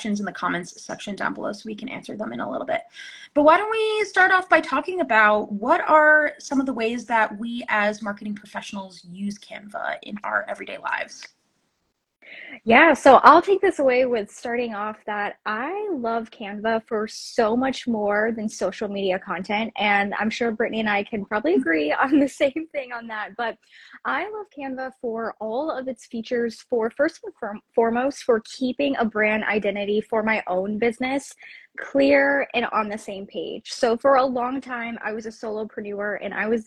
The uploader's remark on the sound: re-airing an Instagram live